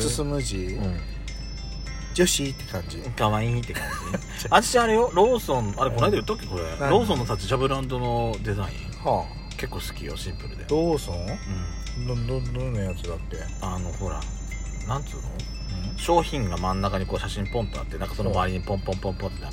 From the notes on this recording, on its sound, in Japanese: パーキング収録